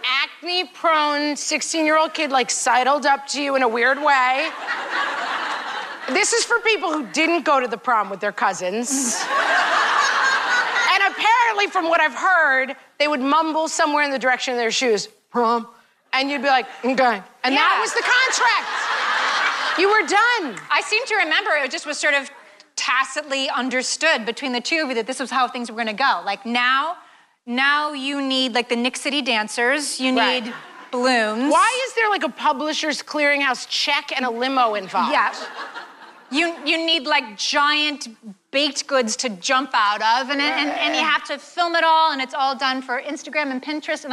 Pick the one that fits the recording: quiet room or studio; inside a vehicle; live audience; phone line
live audience